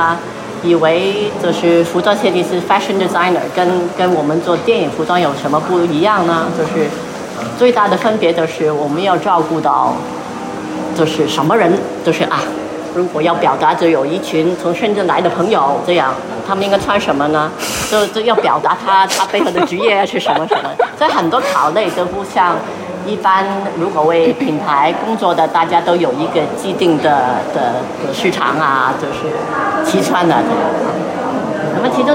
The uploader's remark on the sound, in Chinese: 无中生有 — 香港电影美术及服装造型展 特约观展团。这一期是导览的录音。